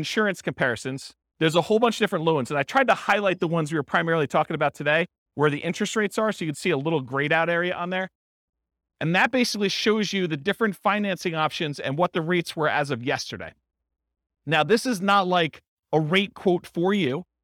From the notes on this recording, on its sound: This was a live class recorded